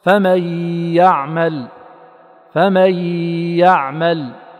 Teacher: يأتي بالغنة ويبالغ فيها وفي الحقيقة غير آت بها، وذلك أنه يبطئ الزمن بالتشديد ولا يراعي خروج الهواء المجهور من الخيشوم